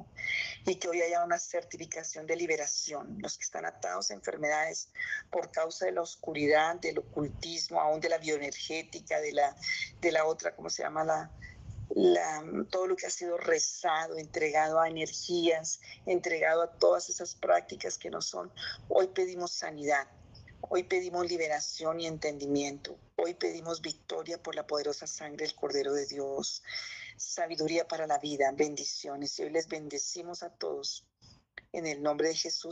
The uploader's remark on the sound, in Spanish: Zoom miércoles